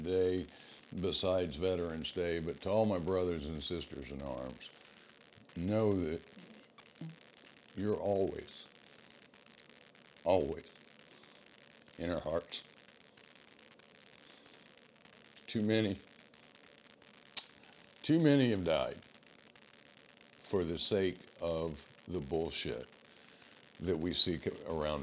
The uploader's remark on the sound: We are still working through the issues associated with equipment and recording. Please overlook the noise associated with my microphone being a bit noisy.